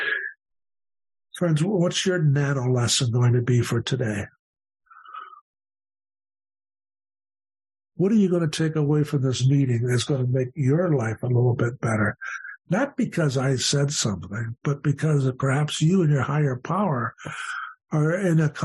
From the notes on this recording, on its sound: The Broken Elevator zoom meeting held at the end of February 2023